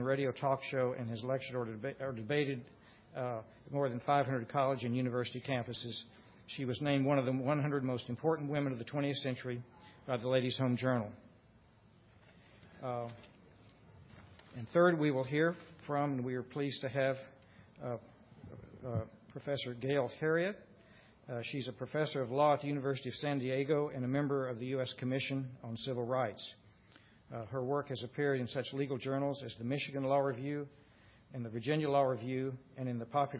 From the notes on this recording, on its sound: The Federalist Society's Civil Rights Practice Group presented this panel discussion at the 2007 Annual National Lawyers Convention on November 17, 2007.